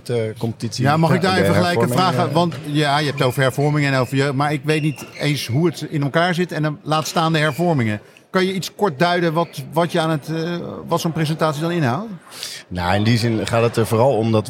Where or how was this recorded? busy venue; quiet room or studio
busy venue